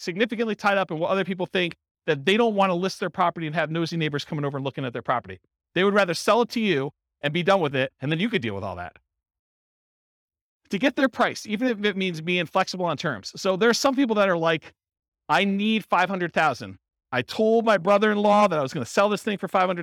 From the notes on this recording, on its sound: Real estate entrepreneurs in Greeley, Colorado. This was a live class recorded.